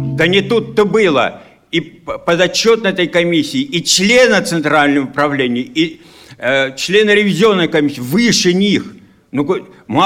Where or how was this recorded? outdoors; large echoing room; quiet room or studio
large echoing room